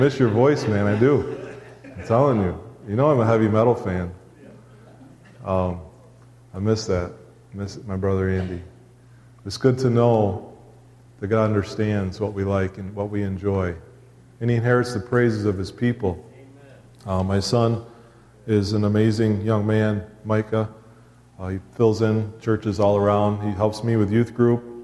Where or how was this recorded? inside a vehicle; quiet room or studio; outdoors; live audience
live audience